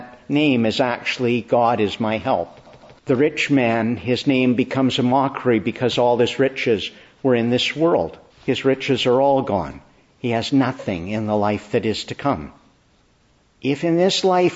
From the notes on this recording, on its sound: Preached inn the Church of the Annunciation, Ottawa. Morning Service.